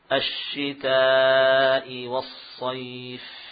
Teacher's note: Ya, jadi waqaf pada bacaan lin seperti waqaf pada bacaan mad. Itulah mad lin, ya, yang kemudian disamakan hukumnya seperti mad arad bisukun. Panjangnya 2 atau 4 atau 6 harokat.